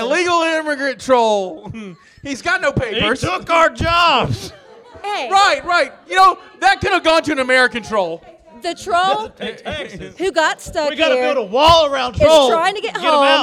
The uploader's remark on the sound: Bros Booze and Movies is Live at Mobicon in Mobile Alabama.